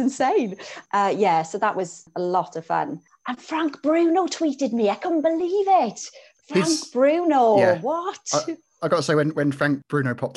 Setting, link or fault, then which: link, video call